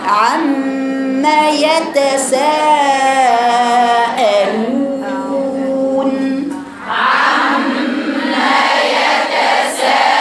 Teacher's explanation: شفايفك على الميم وقولي هكذا عم، وبعدين افتحي من بعد الغنة هاتي عم طويلة، الميم الغنة طويلة